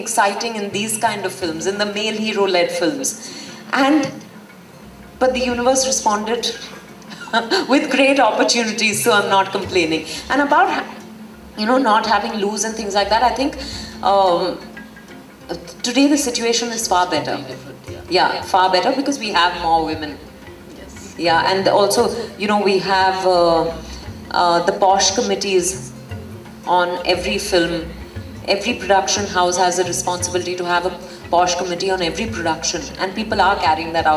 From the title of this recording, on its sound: In Conversation session | IFFI 2023